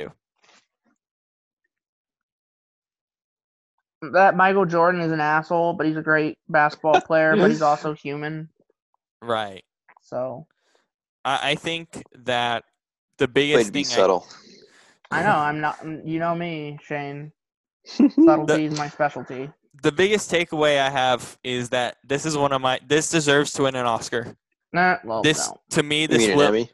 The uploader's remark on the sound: are on Zoom